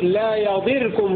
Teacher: وقرأ الباقون بضم الضاد ورفع الراء مشددة